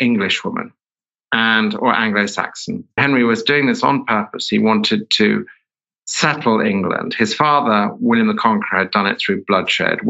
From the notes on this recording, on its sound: In a talk from our virtual lecture series.